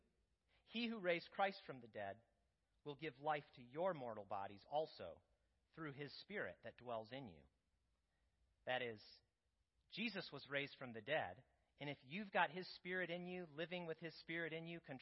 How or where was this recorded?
large echoing room